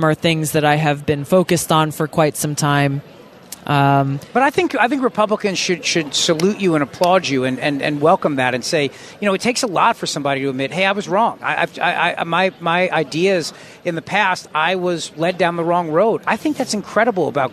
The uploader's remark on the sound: LIVE from CPAC in Washington D